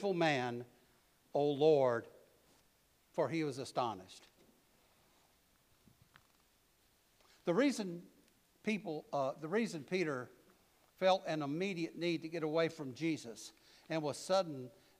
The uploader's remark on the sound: preached at All Saints Anglican Church in Charlottesville, VA